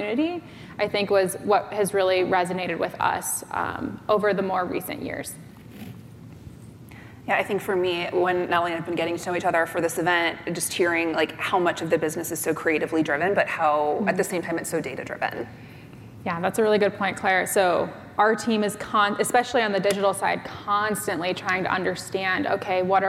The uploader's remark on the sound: An exclusive conversation from the 2023 Retail Innovation Conference & Expo.